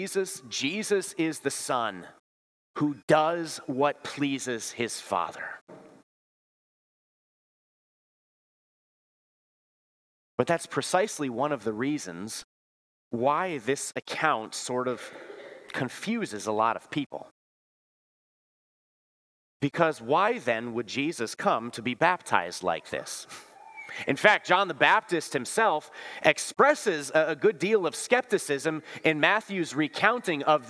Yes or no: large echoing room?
yes